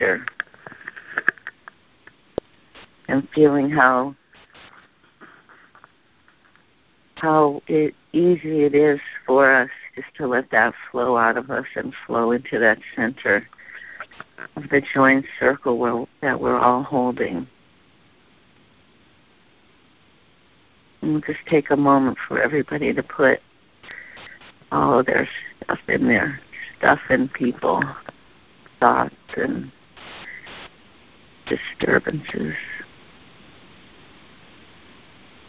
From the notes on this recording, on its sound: ACIM Saturday “Practical Application” Conference Call. On this call, the participants share the shifts in perception they have as a result of applying the principles of A Course in Miracles in their lives.